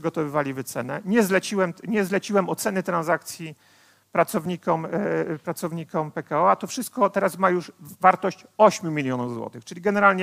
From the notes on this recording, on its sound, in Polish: Odcinek jest nagraniem wystąpienia z Weekendu Kapitalizmu - trzech dni celebracji wolności, niezależności i dobrego biznesu; prelekcji, debat i pokazów filmowych. Widzieliśmy się 24-26 marca w warszawskim Teatrze Palladium.